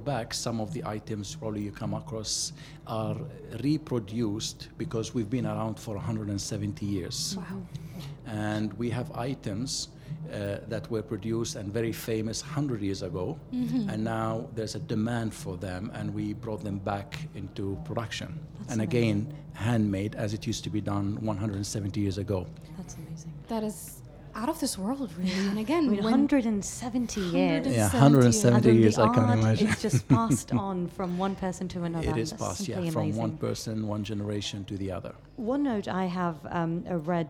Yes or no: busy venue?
yes